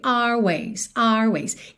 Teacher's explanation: E aqui no caso dela sendo britânica, a gente acaba não tendo também uma enrolada de língua tão forte. Our ways fica always, always, ok?